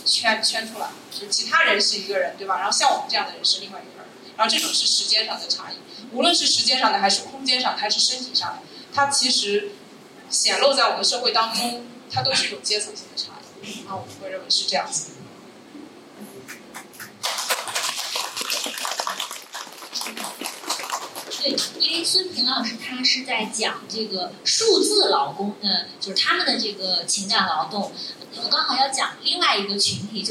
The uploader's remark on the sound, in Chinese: 现场观众写的纸条